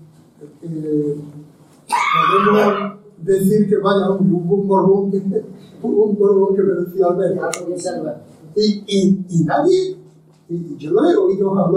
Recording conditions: background noise